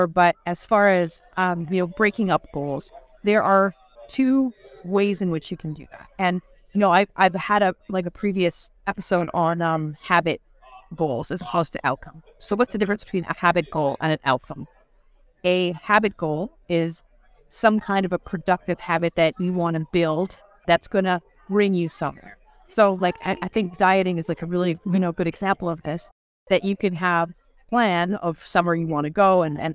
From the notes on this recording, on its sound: Live from the REWBCON!